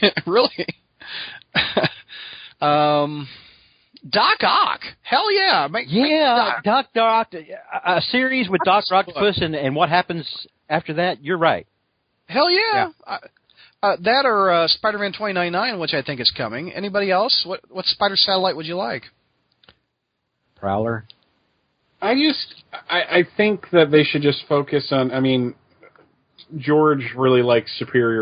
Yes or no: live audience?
no